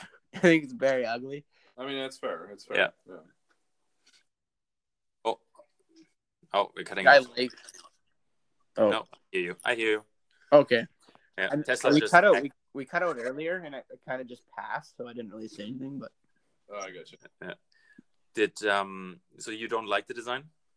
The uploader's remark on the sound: this is our first remote recording through the anchor app.